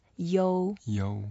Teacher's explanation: Yo is the first tone. We keep it flat.